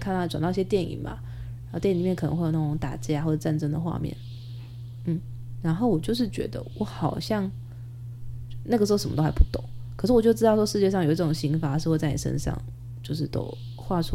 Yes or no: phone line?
no